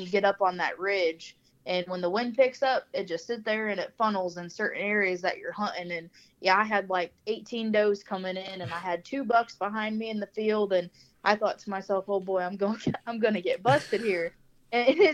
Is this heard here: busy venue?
no